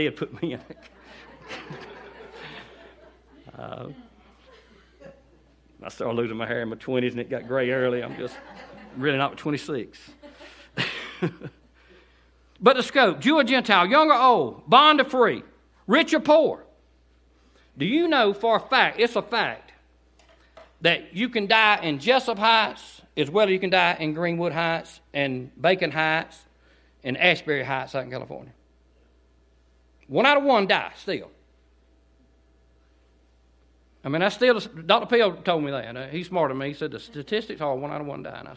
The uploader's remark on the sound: delivered on 9/16/18 during the 11am service at Cottondale Baptist Church in Eastman, GA.